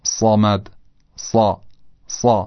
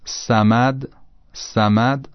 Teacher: حرف صاد با سین تفاوتی نداره جز در درشت‌تر بودن صاد نسبت به سین. اگر سین رو تلفظ کنیم و این رو یه مقدار غلیظش بکنیم صاد به دست میاد و همین راحتی.